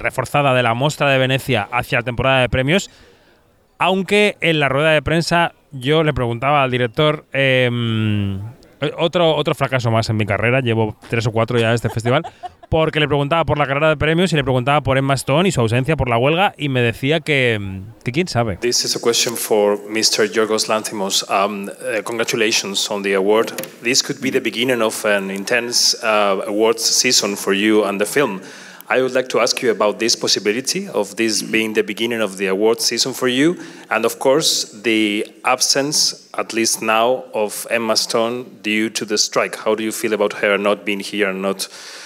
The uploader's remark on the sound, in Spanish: En nuestro último episodio desde el Lido -grabado en el final de una cena en la que abundan los tartufos y los negronis.